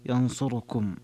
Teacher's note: الاختلاس الاتيان بثلثي حركة الضمة التي على الراء